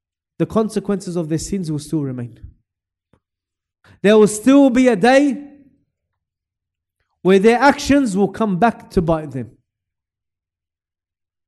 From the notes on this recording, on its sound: LIVE from Masjid Al-Azhar, Belmore.